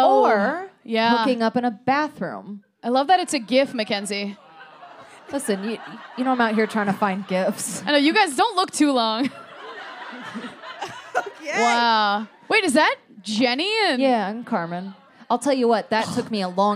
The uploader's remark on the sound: live in Los Angeles